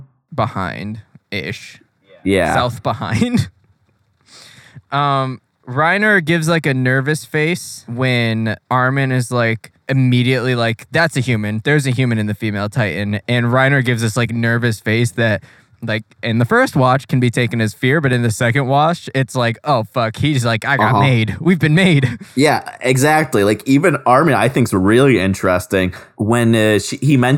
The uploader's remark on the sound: 2012 Chevrolet Volt. Please don’t ever record a podcast in your car.